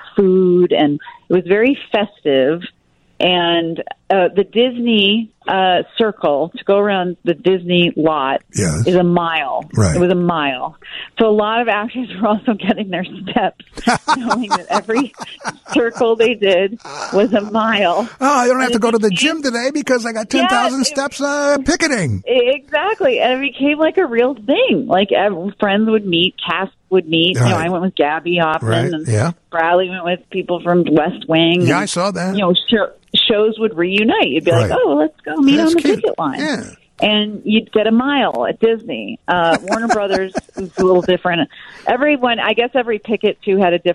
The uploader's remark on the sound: join us via the phone live from California